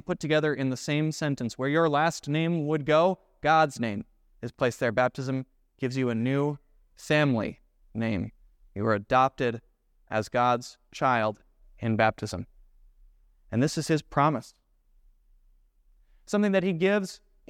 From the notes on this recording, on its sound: preached at Grace of God Lutheran on November 5,2023